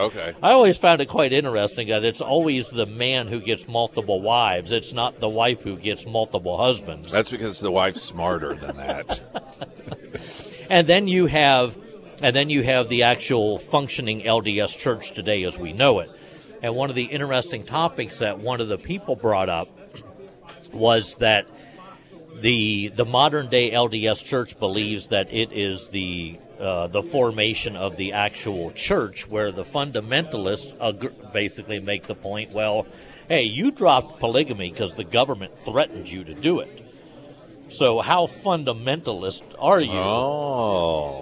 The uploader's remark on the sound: live at Scramblers Diner for the Friday Road Show